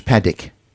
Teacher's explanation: Both of which we have an it vowel in, although we don't write it.